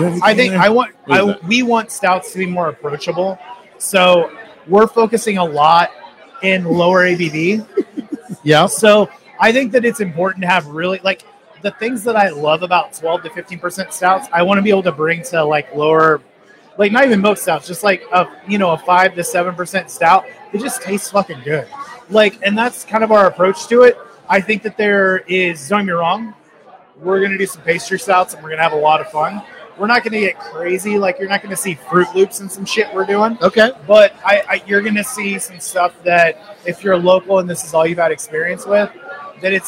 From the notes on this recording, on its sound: We were live at City Barrel.